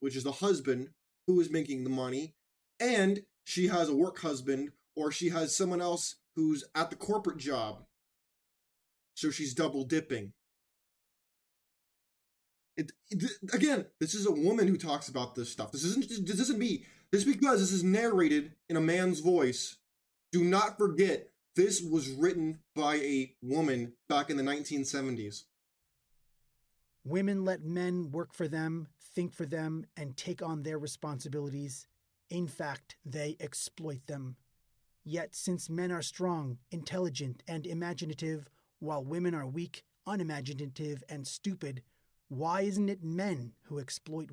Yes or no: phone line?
no